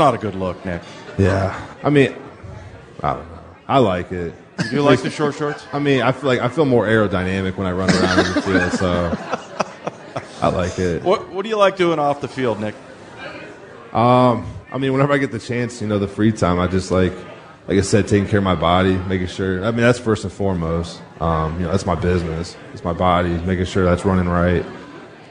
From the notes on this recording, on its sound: Live at Pearl Seafood and Oyster bar.